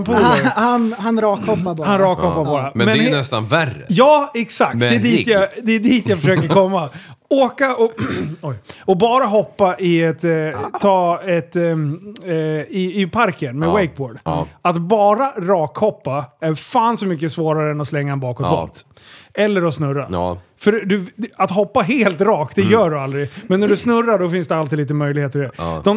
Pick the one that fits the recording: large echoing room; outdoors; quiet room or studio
quiet room or studio